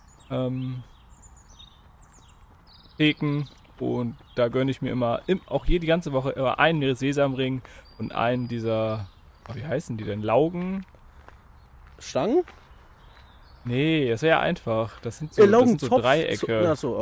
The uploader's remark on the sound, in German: Heute bin ich mal wieder in der Welt unterwegs gewesen bei der Aufnahme